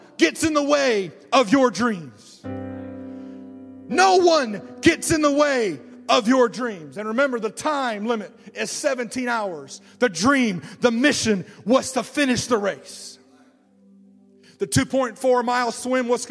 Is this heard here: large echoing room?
yes